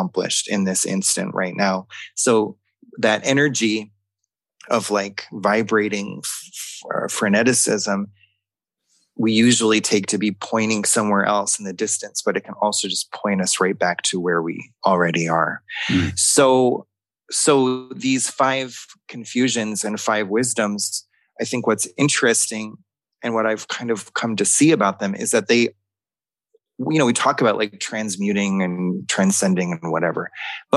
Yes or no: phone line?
no